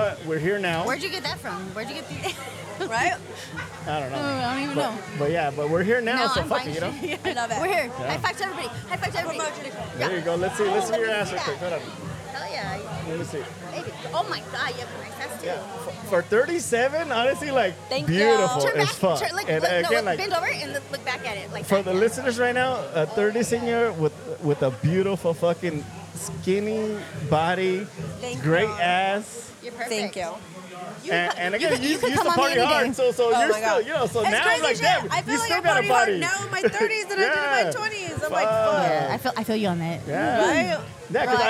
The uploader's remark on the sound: They bring the excitement to you as they record live at Athena's Affairs, a renowned venue for Adult Parties. Throughout the night, you can expect to hear from various guests immersed in the lifestyle, including unicorns, bulls, groups and couples.